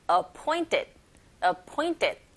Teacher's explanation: City, EE 모음 사이의 T 사운드, 플랩 현상에서 R 소리 가깝게 들리게 되니 A city of education appointed인데 이때 그 은 사운드, T 사운드 맞물려 있죠. 이런 경우에 T 사운드 약하게 들리고 뒤에 ED가 받침으로 가서 appointed, appointed 이런 식으로 발음하시면 돼요.